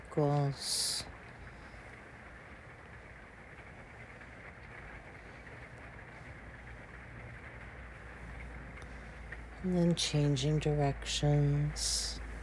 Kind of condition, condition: fault, sounds in the background